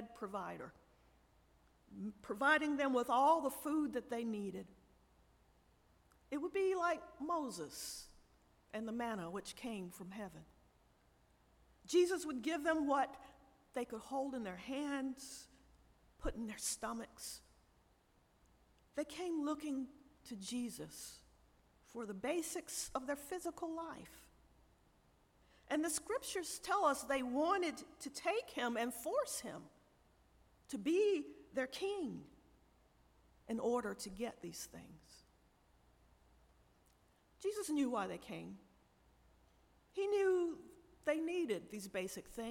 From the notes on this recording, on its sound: Audio from our 9:30am Traditional Worship Service.